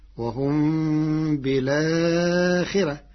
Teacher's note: قرأ ورش كلمة بالآخرة بنقل حركة الهمزة إلى الساكن قبلها مع حذف الهمزة فتصير وهم بالآخرة مع ترقيق الراء لكسر قبلها